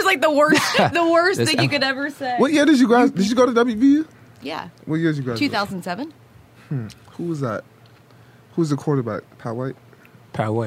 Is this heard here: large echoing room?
no